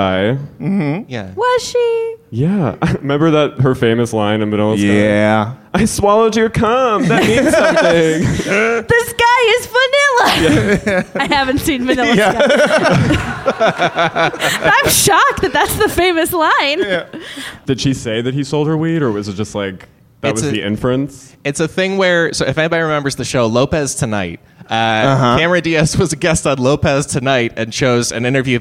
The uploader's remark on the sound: LIVE at UCB Sunset. Their audience.